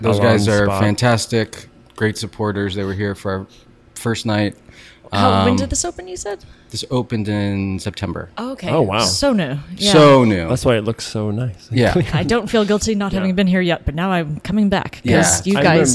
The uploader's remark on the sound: They record the episode from the LA Wine Bar